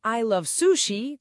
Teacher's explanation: No es lo mismo decir I love sushi con energía, subiendo el tono al final